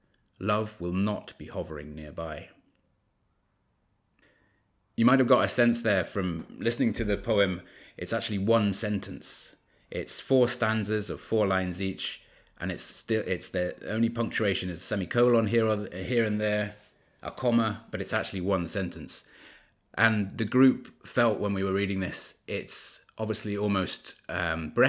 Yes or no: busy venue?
no